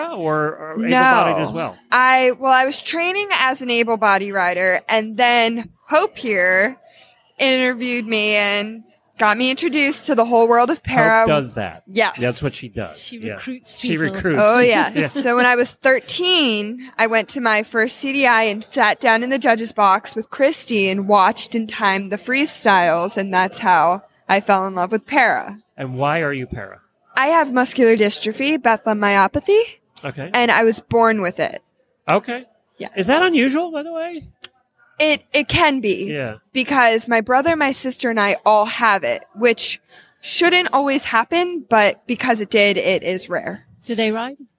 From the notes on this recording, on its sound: This week we look back on a special event we did with the Para Riders. We are live at a US Para event in Wellington.